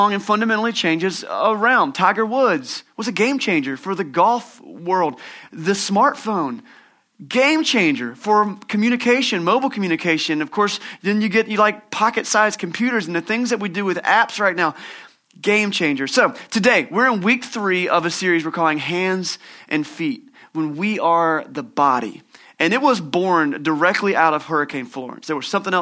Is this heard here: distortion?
no